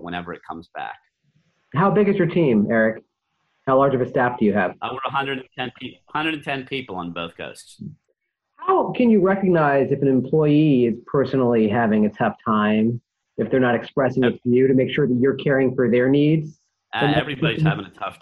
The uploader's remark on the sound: via Zoom